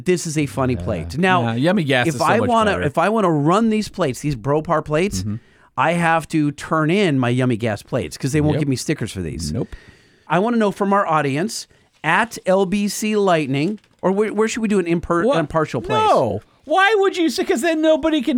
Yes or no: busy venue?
no